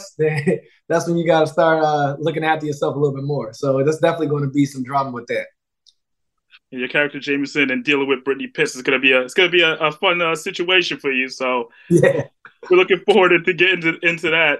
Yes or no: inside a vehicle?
no